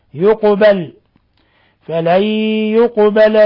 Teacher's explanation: يقبل، نون ساكنة جاء بعدها حرف الياء، الحكم التجويدي إدغام بغنة، ولا يخفى ما في القاف الساكنة من قلقلة